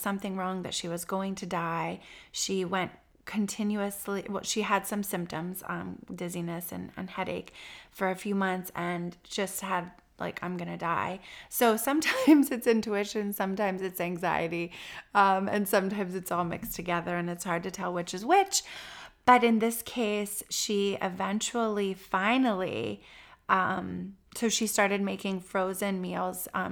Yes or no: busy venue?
no